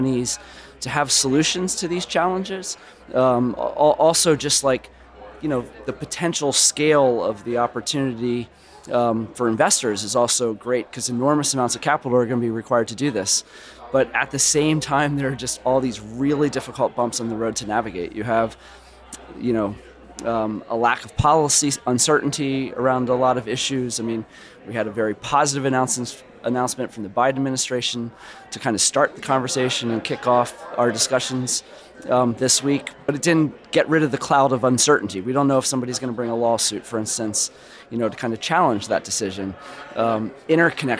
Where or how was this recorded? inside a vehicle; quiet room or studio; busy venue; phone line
busy venue